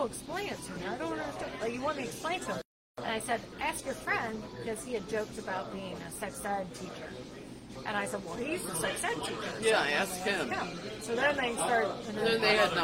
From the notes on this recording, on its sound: We are LIVE at The Globe in Covington, KY